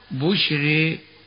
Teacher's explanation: كذلك إذا وقعت الراء ساكنة ممالة كما نقول في بعض القراءات بشرى، ترقق الراء حال الإمالة هكذا بشري.